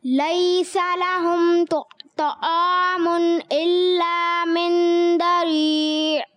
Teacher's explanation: طعام ان میں طا موٹا رکھیں گے کیونکہ یہ ایکسٹرا موٹا ہے